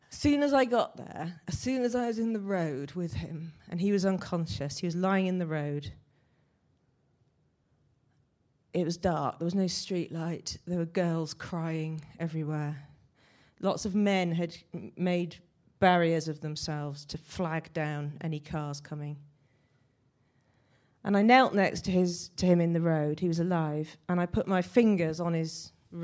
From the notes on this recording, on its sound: Recorded at the 5x15 Bristol event in January 2017.